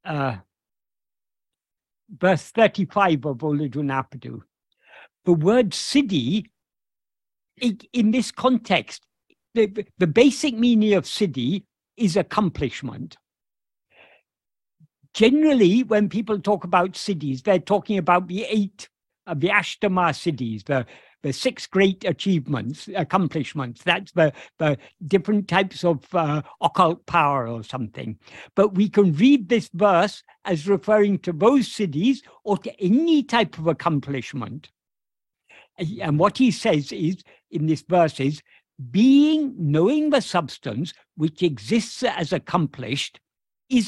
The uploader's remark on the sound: In a Zoom meeting. (a group of Spanish devotees of Bhagavan Sri Ramana).